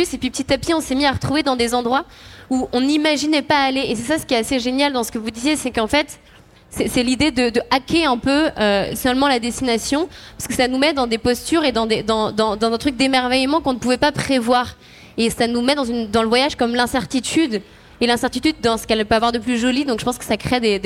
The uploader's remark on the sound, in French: Cet épisode est un échange entre voyageurs, contemplatifs de l’âme avec un public avide de nature et de dépaysement. On s’est retrouvé autour d’une table sur la scène du Think Tank.